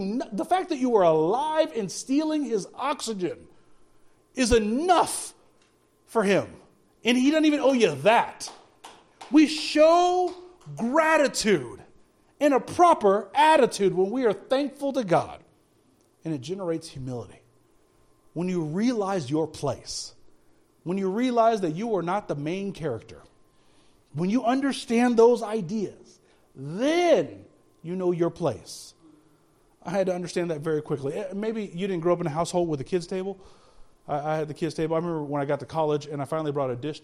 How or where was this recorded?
large echoing room